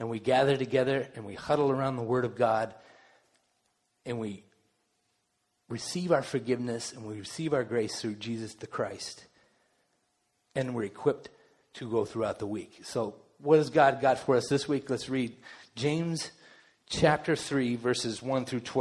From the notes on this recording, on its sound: Delivered during the Contemporary Worship service.